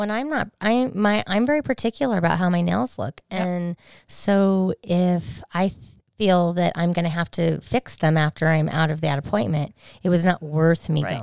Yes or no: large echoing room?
no